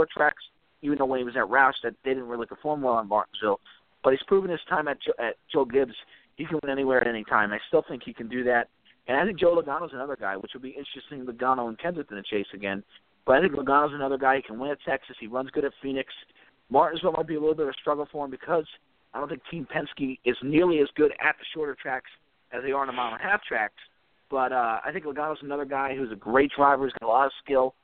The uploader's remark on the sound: We take your phone calls.